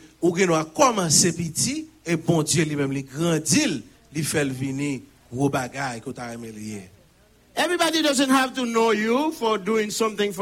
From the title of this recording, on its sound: Sunday Service Live